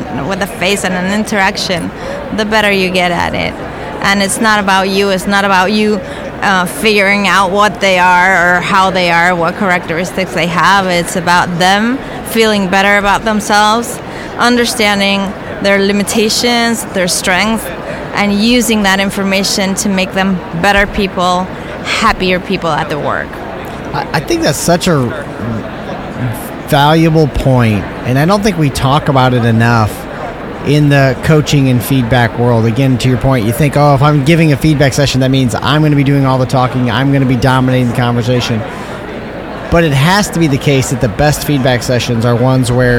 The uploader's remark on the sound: Live from SIOP